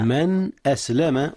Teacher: أولا، بلى من أسلم، جاء إظهار هنا يا أستاذنا. من أسلم أظهر نون من قبل الهمزة إذ هي من أحرف الحلق